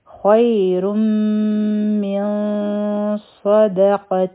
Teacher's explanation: په یا باندې سکون دی، دا حروف لین دي، دا به نرم وایو